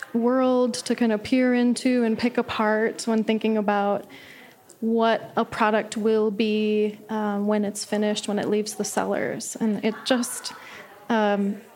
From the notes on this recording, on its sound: Recorded live in the Podcast Lounge at the Art of Cheese Festival in Madison, Wisconsin.